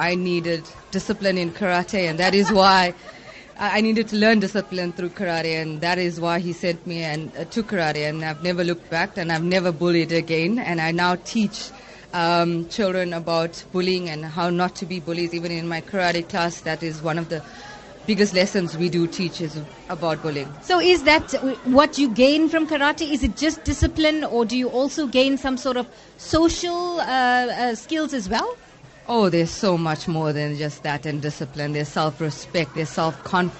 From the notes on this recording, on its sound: NewsbreaK Talk LIVE from the SA Karate 2017 Nationals. Lotus FM — SABC News and Current Affairs. Live broadcast from the 2017 SA Karate Nationals.